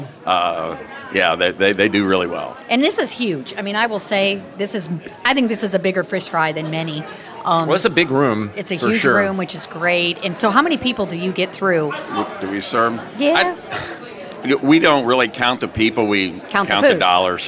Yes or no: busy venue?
yes